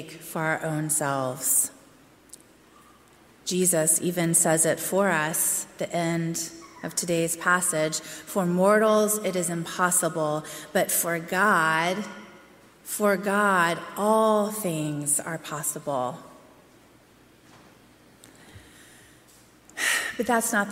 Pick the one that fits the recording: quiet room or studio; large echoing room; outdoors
large echoing room